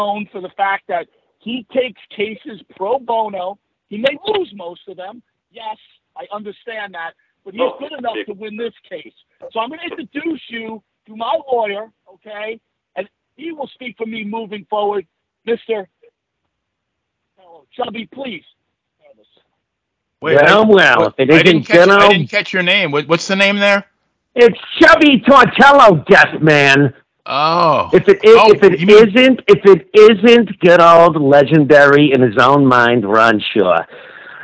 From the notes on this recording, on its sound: Interrupted by an angry call in guest.